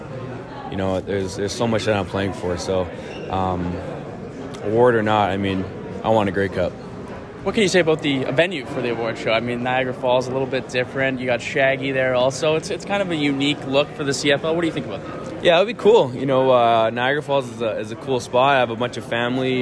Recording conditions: busy venue